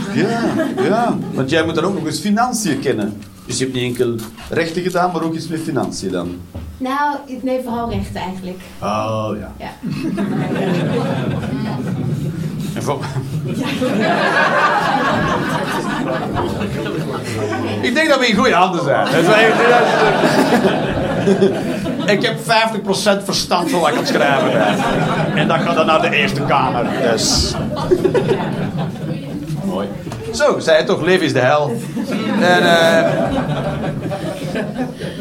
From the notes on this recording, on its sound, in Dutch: Live 29 maart 2023, Club Haug, Rotterdam